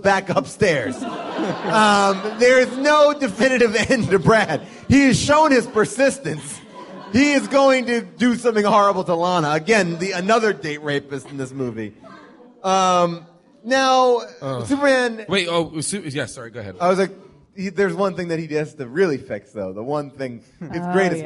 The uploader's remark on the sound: live from Largo at the Coronet in Los Angeles